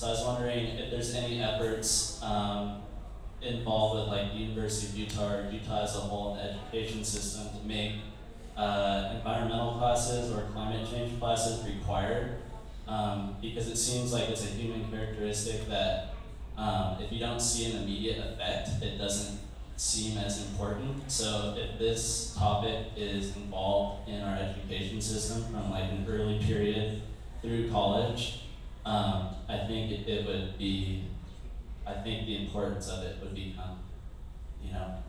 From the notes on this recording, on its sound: Live Recording of the Climate Change Panel Discussion in collaboration with Protect our Winters from the Vamoose Rendezvous Festival at the Kiln Theater.